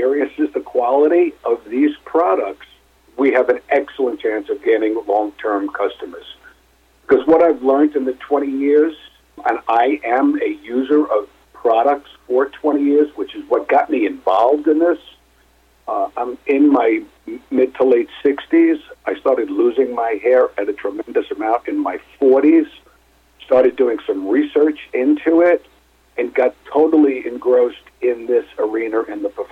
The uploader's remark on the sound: called in to SmallCapVoice